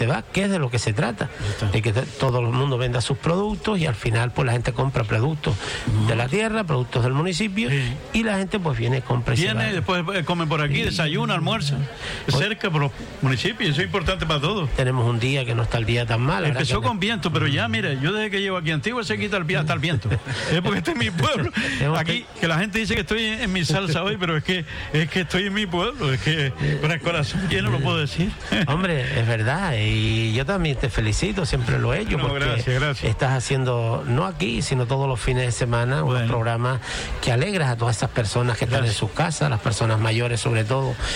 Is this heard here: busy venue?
yes